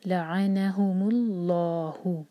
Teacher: اللہ تعالیٰ کے نام سے پہلے دمہ ہے تو جو اللہ تعالیٰ کے نام میں جو لام ہے لام جلالہ جو ہے اس کو بھاری پڑھیں گے، ہیوی پڑھیں گے.